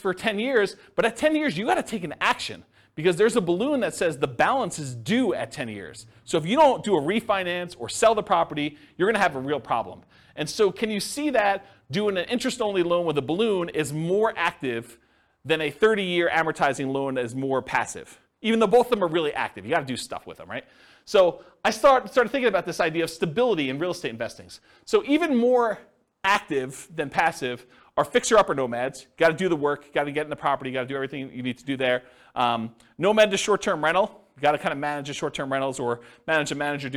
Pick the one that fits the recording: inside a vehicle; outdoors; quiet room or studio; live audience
live audience